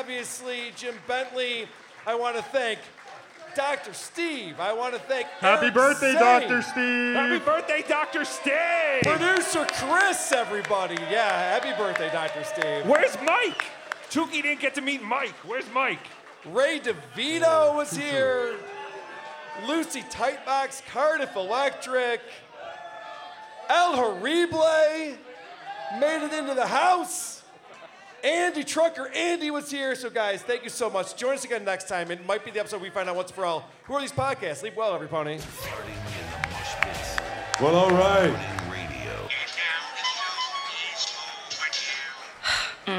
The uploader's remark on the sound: Live in Detroit II. We were back in Detroit last night with a live show at the Magic Bag.